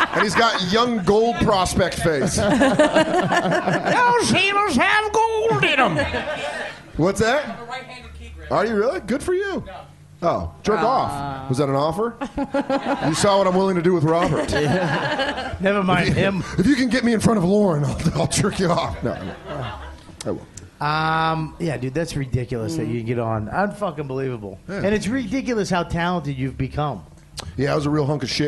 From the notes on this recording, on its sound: It's a special live edition recorded at the Village Underground Lounge!